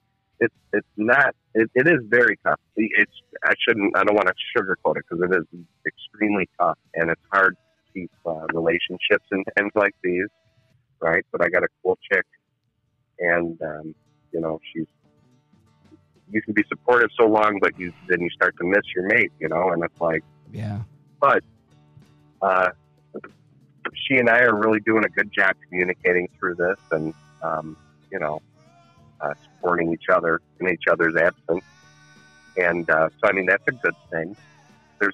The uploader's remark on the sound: With a dial in (special regular special guest) from up State.